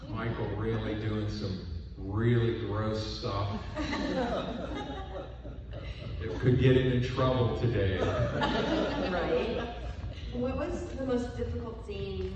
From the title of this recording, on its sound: panel, Days of the Dead Indy - July 18, 2021